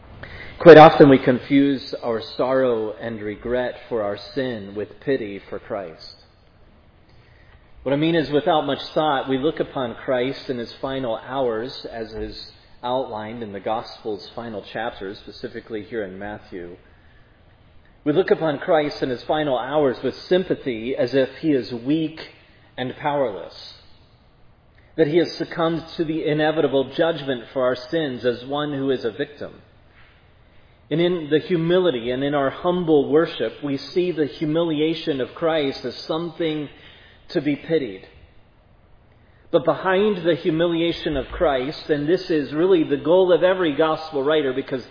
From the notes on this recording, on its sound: was preached at Providence Church on Sunday, July 10, 2022